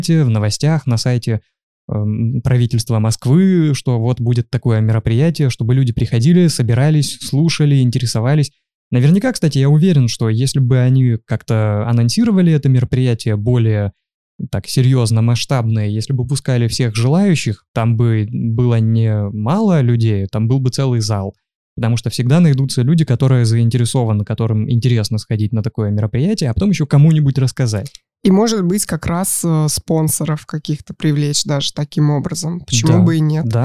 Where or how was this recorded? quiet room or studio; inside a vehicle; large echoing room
quiet room or studio